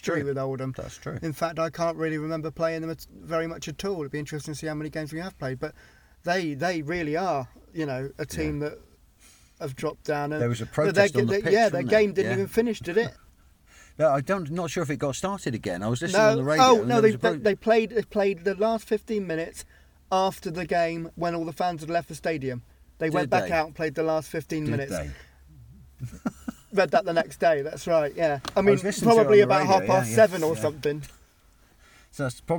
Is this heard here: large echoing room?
no